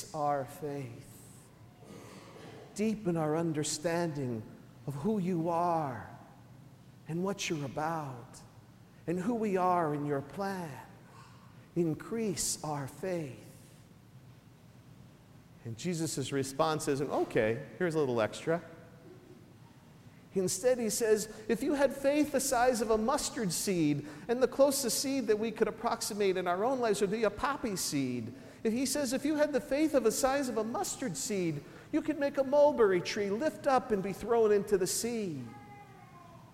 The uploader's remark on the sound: Recorded at St Sebastian Catholic Church on October 6, 2013